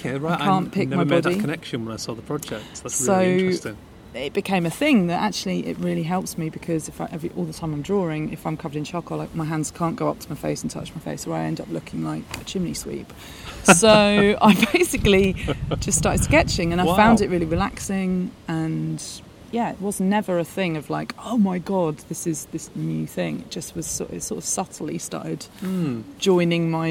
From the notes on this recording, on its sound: Platform 2 of Crystal Palace over ground rail station. We jump on the train to Dalston Junction, where I witness her live in action for one of the most exciting train rides I’ve ever had!